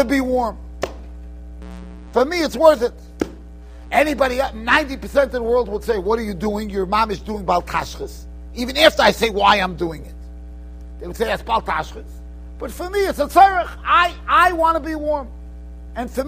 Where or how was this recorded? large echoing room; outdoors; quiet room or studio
large echoing room